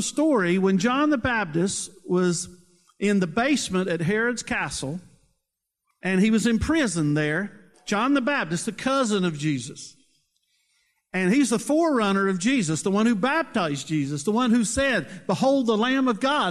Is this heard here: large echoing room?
yes